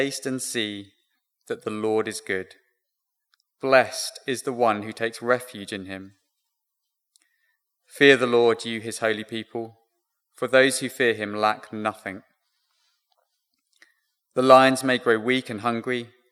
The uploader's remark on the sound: Recorded Live stream sermon from Binscombe Church (BWS) 18th February 2024